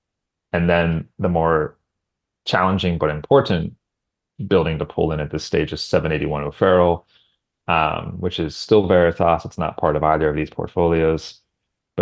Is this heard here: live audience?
no